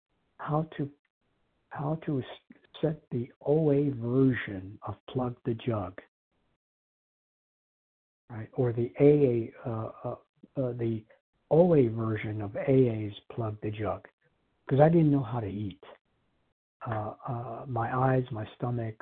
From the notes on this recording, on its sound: Qualification from the 100 Pounders Phone Meeting.